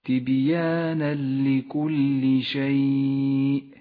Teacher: صفة القلقلة لحرف الباء في كلمة تبيانا لونت الباء بالأزرق الفاتح إشارة إلى صفة القلقلة، بعدها مباشرة الإدغام بلا غنة في قوله تعالى تبيانا لكل شيء، يدغم التنوين بحرف اللام فيسقط التنوين من اللفظ ولذلك هو رمادي اللون وتشدد اللام التي بعده تبيانا لكل شيء.